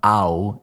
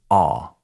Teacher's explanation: The vowel sound is not ow, it's ah. Don't round your mouth. · Shown in: second take